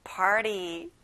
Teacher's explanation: t 발음은 잘안 나요. 우리 한번 굴려서 말해볼까요?